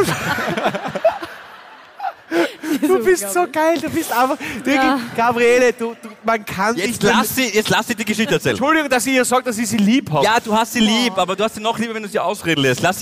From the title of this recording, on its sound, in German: Hawi D'Ehre LIVE - St.Pölten